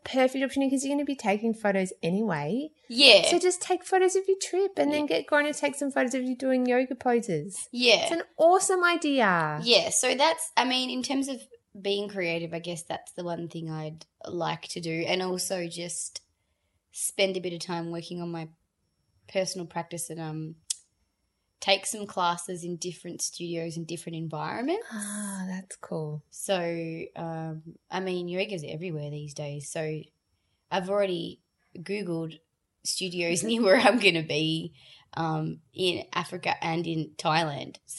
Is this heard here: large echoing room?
no